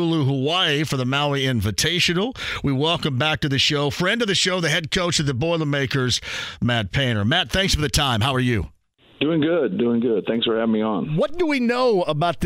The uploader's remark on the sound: He also takes some phone calls! The show keeps rolling with more phone calls and comments from listeners of the show!